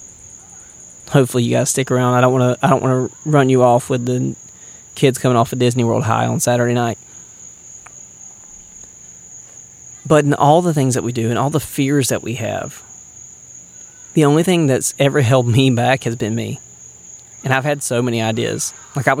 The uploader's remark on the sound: Recorded at Fort Wilderness while camping on Disney property with the family